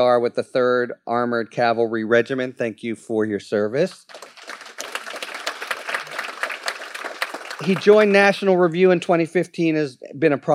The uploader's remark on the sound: A very special trio of episodes recorded live at the Texas Tribune Festival.